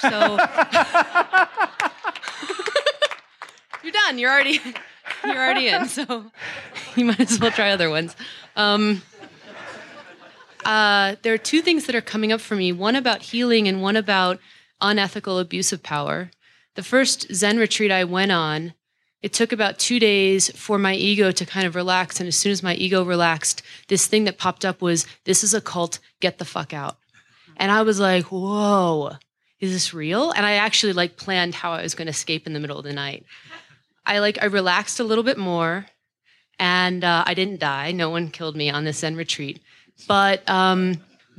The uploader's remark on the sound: keynote from the 2014 Buddhist Geeks Conference